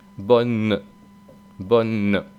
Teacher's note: Esa E final no suena prácticamente nada, mientras que en el sur hace una especie de E